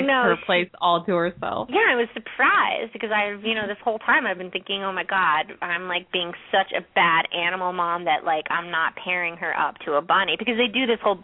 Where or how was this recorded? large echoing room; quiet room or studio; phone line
phone line